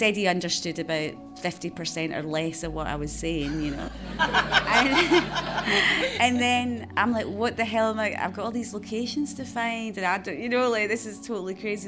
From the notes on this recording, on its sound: Soundtracking Live At The Glasgow Film Festival. An edited version of Soundtracking Live. On stage in front of a very appreciative live audience.